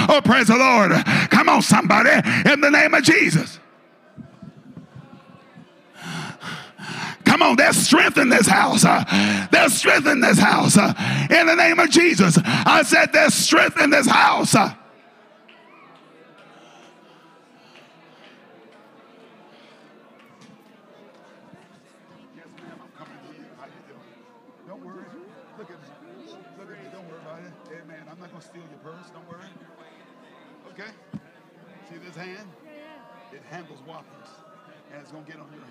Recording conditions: large echoing room